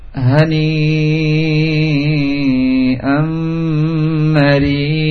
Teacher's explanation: Hani dengan mari dibaca 4 sampai 5 harakat.